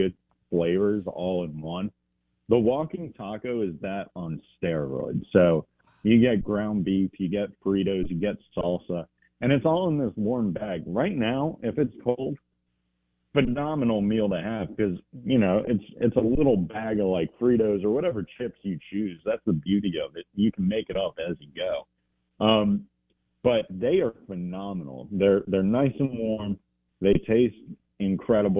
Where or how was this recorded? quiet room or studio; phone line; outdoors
phone line